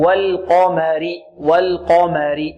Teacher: القاف هنا وقعت بين حرفين مرققين أو مستفلين، اللام والميم، فنرقق اللام ونفخم القاف ونرقق ماذا؟ الميم